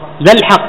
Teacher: نعمل لام ولام، تسقط همزه الوصل، تسقط لام همزه الوصل، اي خطا ولفظا.